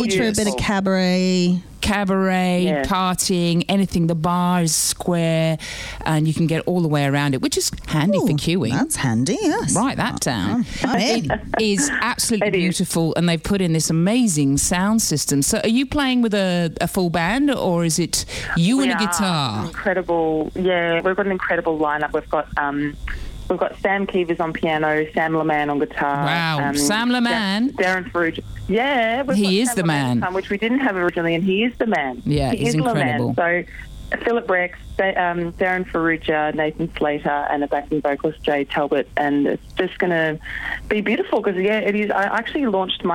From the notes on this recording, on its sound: Phones in to The G-Spot for a chat.